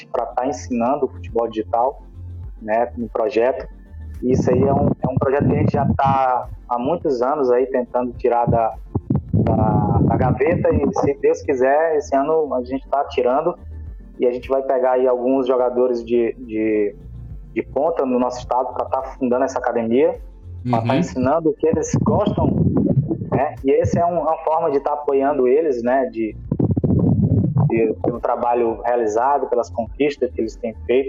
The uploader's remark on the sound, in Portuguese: Pedimos desculpas pela qualidade do áudio, pois neste programa tivemos problemas na transmissão.